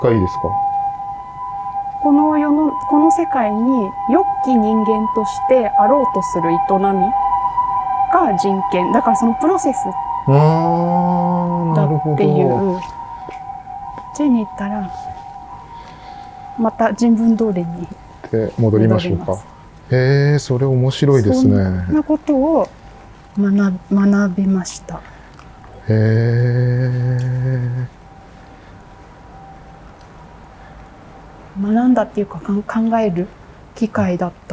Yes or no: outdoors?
yes